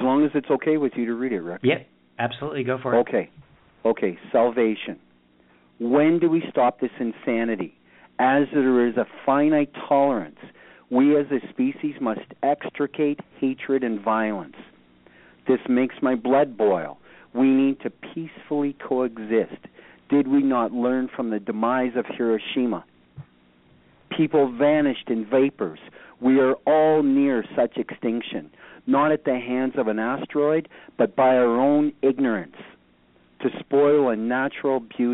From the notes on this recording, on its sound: Poets from Canada, Birmingham, Alabama (and environs) and Smiths Grove Kentucky who called in to poetry Super Highway Live to read their poems.